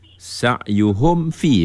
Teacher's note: Sebab mim kan huruf bibir, fa pun huruf bibir · Term: Izhar syafawi